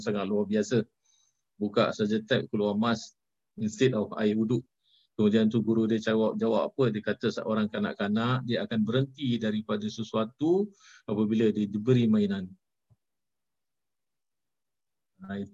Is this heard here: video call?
yes